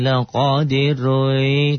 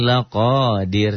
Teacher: Karena sebelum ro-nya kasroh dan ro-nya dimatikan. Kalau ro-nya diteruskan, ro-nya tabkhim tebel. · Shown in: first take